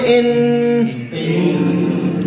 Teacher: بالنسبة للنون والميم يا إخوة، ينطبق طرف اللسان بالنون مع اللثة العليا